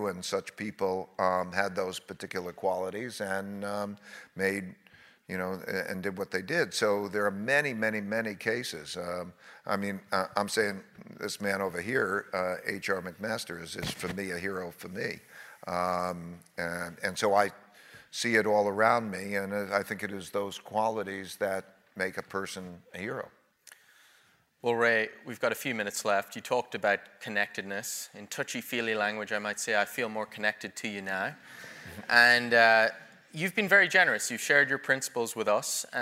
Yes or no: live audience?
yes